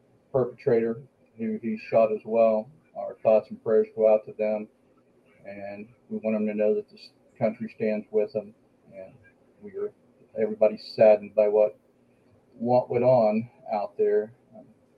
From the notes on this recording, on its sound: We were plagued with technical difficulties from “Action!” to “Cut!”. Was unable to connect to our studio.